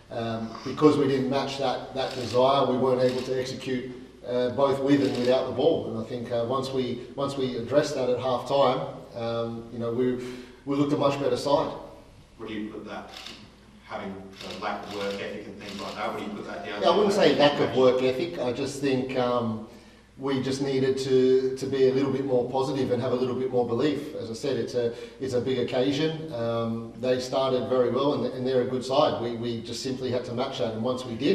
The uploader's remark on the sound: Press conference.